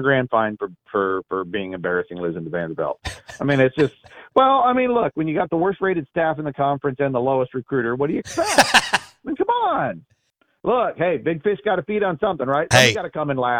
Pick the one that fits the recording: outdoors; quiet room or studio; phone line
phone line